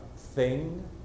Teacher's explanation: We have a soft TH, what we call unvoiced, as in thing. Hear my TH, there's nothing there. It's a leak in the tire.